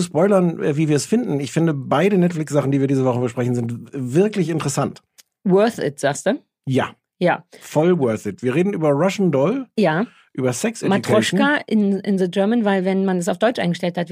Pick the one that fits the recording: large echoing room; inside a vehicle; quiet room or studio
quiet room or studio